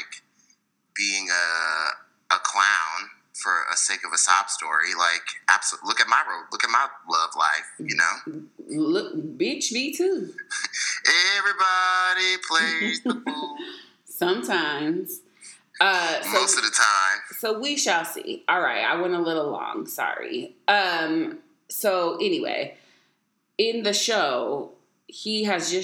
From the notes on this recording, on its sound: We had to go back to old school methods to get this episode recorded so the sound is, what it is.